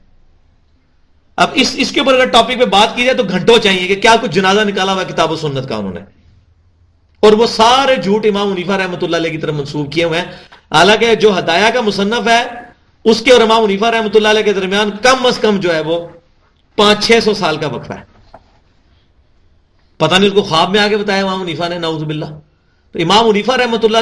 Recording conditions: large echoing room